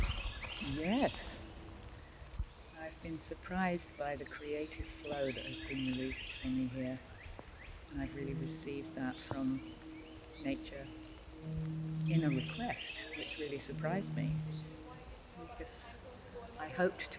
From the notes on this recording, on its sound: In March 2023 during our Forest Bathing Retreat in North Carolina. Made some recordings of our time together - sounds of the forest, some testimonials and poetry by participants.